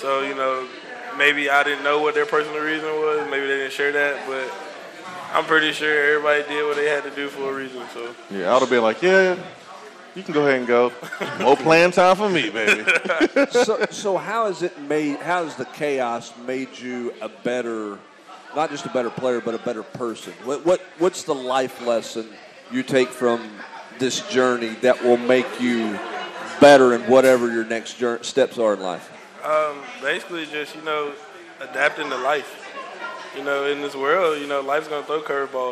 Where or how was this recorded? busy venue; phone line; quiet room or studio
busy venue